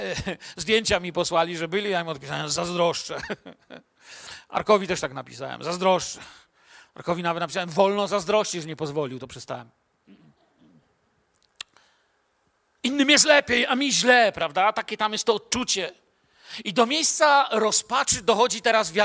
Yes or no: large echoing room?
yes